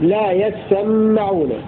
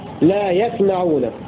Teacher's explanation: قرأ حمزة والكسائي وحفص بتشديد السين والميم · Shown in: first take · لا يسمعون، والأصل يتسمعون فإدغمة التاء في السين، وقرأ الباقون بسكون السين وتخفيف الميم هكذا لا يسمعون.